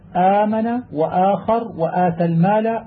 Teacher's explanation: وإذا لفظ القارئ بهمزة بعدها ألف فلا يغلظ لفظه بذلك، وليخرجه مرققا سهلا